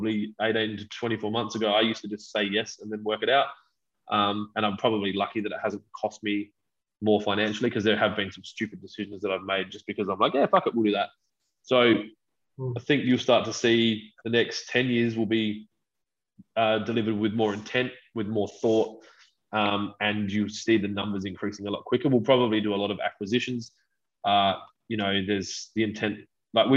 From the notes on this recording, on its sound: This is the last time we use Zoom for any podcasts! Unfortunately, we experienced a few audio dropouts and the connection wasn't the best.